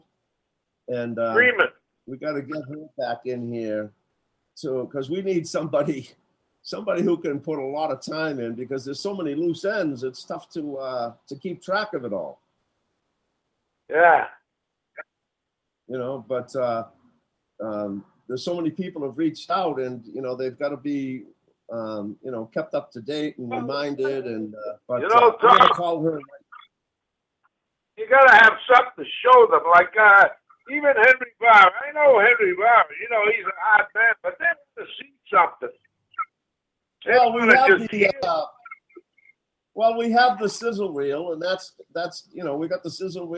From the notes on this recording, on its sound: Hosting guest call ins and playing songs from the Sugar Shack Songbook.